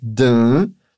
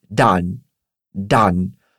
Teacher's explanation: Lembra que o A é bem aberto. · Shown in: second take · A gente não fala dann, e sim dann.